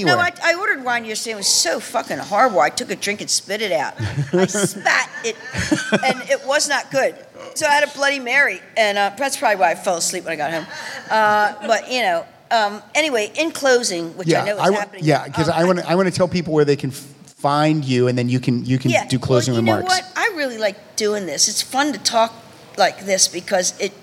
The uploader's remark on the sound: Recorded in front of a LIVE audience at PensaCon 2023.